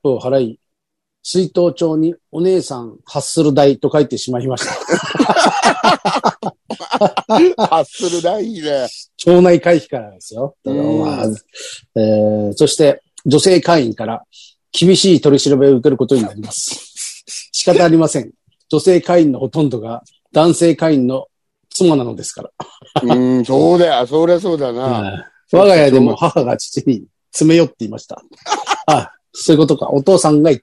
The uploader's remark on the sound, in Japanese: ZOOMで収録